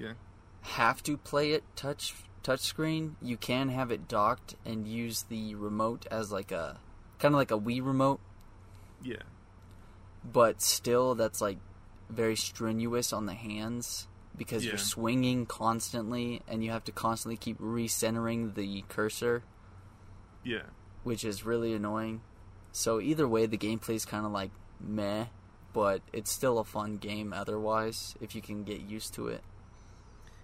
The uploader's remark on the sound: Apologies for the varying audio quality and background noise, sadly my AC is loud as hell and had to try and level my audio on the fly.